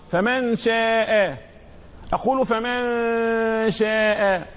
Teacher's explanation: إخفاء النون عند حرف الشين، إذا الشين من حروف الإخفاء.